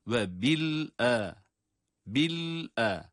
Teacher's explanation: Lam cezim ile sonra da hemzeyi ayrıca okuyoruz. Ayrı derken tabii ki hemen devamında.